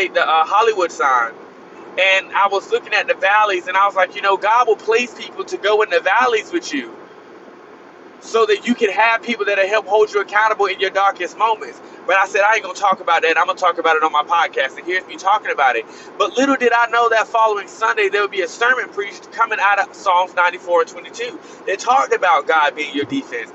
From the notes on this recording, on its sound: Driving home from work I needed to hop in the mic.